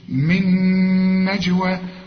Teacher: النون دي بدون تشكيل ساكنة، فبتضغم في النون اللي بعدها بتبقى نون واحدة مثقلة